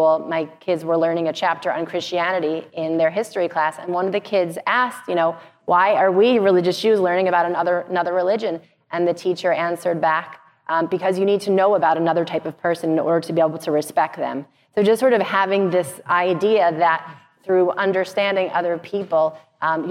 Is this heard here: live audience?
yes